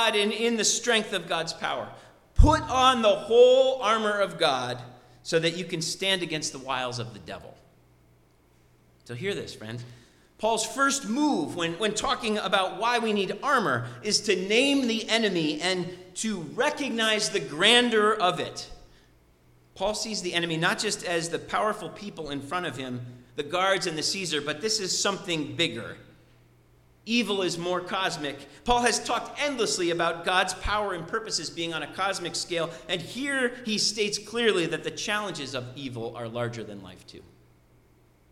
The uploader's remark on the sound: Sermon preached at RCHP.